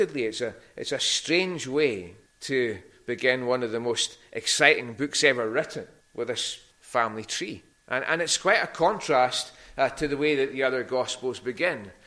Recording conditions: large echoing room